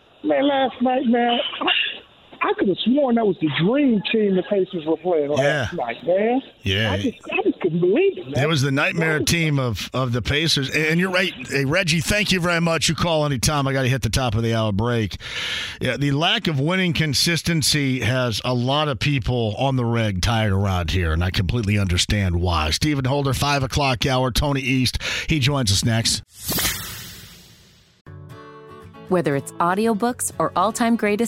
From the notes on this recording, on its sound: opening the phone lines up to talk to some listeners!